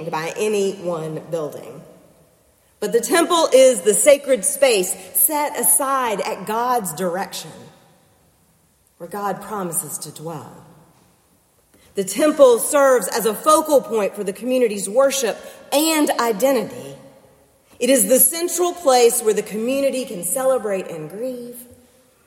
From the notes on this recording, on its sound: preached for worship with First Presbyterian Church in Concord, NC on December 17, 2023